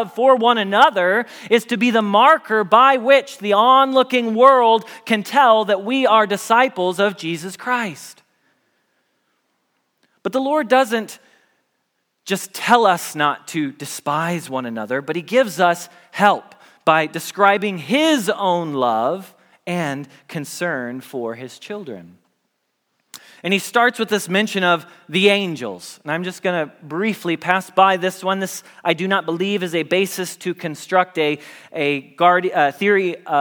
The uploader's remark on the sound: Message Preached at Valley Creek Church